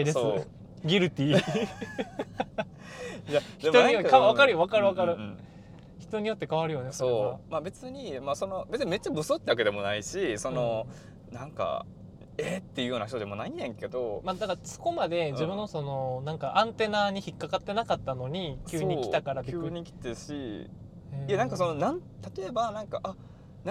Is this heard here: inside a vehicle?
yes